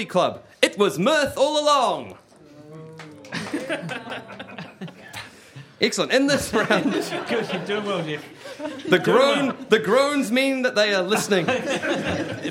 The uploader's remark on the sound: took the Nerd Degree gang to the 2015 NZ Skeptics conference